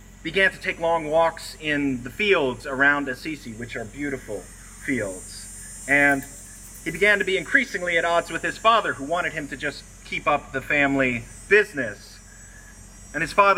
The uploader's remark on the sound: Recorded on Sunday, August 28, at a special outdoor service with a "Blessing of the Animals."